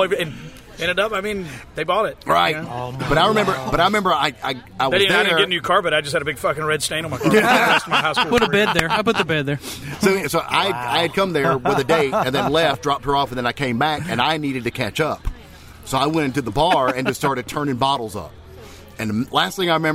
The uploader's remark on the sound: Our 4th Anniversary Show Live from Vintage